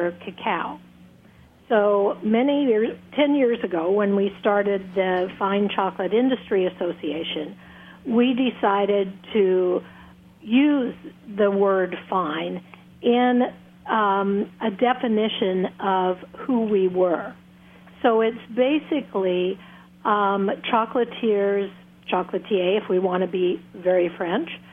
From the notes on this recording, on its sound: Two chocolate experts call.